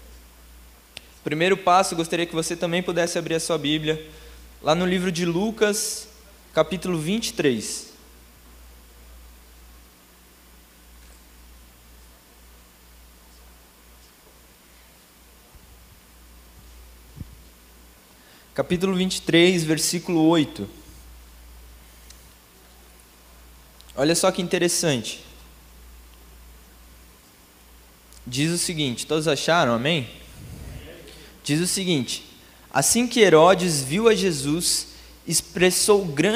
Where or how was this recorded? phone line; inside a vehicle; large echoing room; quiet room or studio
large echoing room